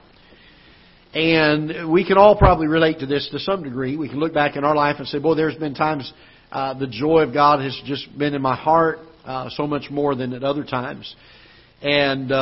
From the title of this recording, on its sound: Ketha Heights Baptist Church ~ Live Broadcast